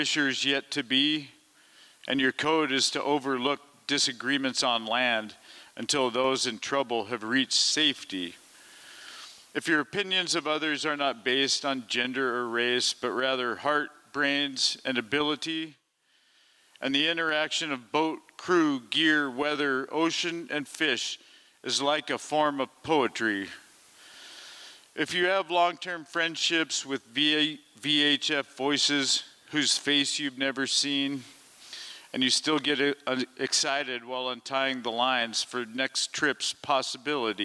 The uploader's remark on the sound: Liberty Theatre-Saturday Night-Fourth Set. This recording was made on Saturday, February 25th, 2023, at the Liberty Theatre in Astoria, OR as part of the FisherPoetry Archive Project.